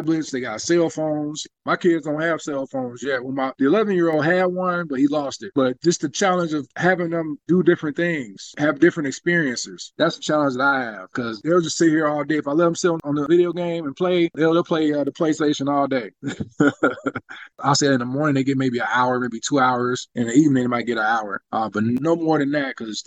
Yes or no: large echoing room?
no